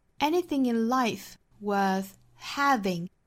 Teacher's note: worth having 这里面的 ha 这个音节是重读的